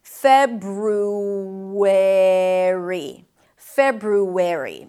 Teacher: when you transition from an U sound to an E, a back high vowel to a front vowel, what you get is an intrusive sound that sounds like a W sound